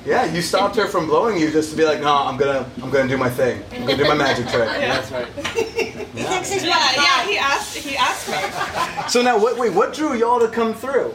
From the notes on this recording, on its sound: I spent a weekend in paradise at the hot couples-only clothing-optional resort in Cancun, Mexico. We sat outside my beautiful oceanside suite.